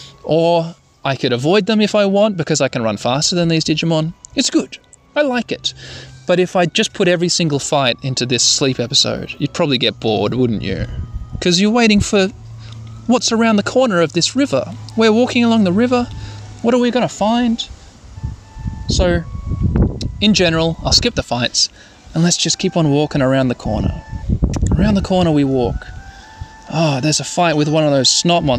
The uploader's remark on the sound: Sorry about the wind noises.